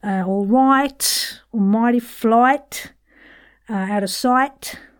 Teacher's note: the eye in this kind of part of the world is kind of like the West Country eye, O-I, but it's less harsh